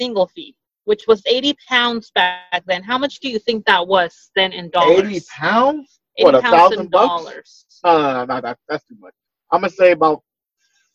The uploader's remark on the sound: On this episode we are still doing the zoom so the audio is a 100%.